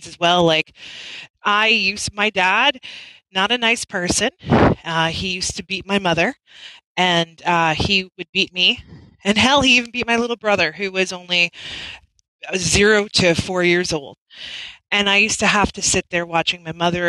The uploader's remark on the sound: I promise it'll be the last one that has some glitching and sound issues due to our lack of internet.